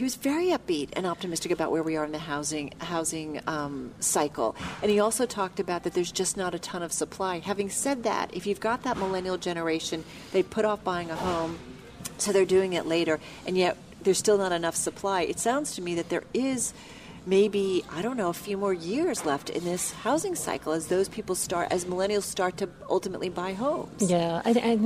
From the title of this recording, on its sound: The Rutgers Center for Real Estate Conference at the New York Stock Exchange